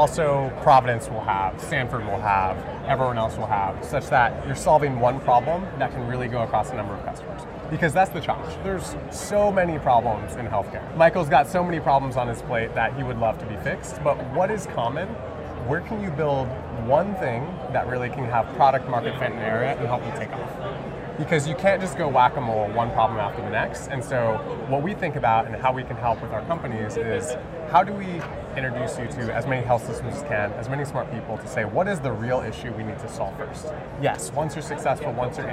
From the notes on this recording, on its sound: Interview in Action live from ViVe 2023